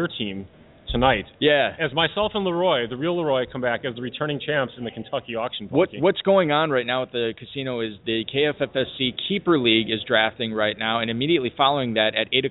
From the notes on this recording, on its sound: LIVE in Louisville at the Kentucky Fantasy Football State Championship. Broadcast remotely live at the Kentucky Fantasy Football State Championship (KFFSC).